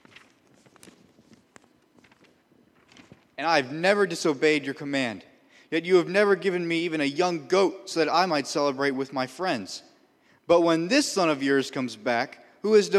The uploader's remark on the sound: This is a recording of our 9:00am Service from July 30, 2017.